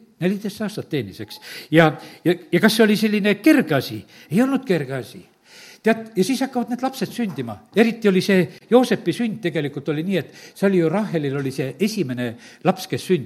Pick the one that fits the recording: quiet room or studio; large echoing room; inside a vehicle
large echoing room